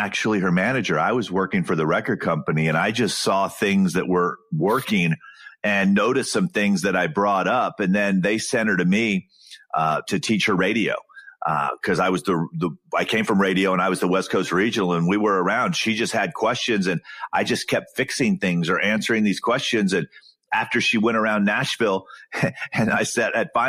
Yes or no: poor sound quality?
no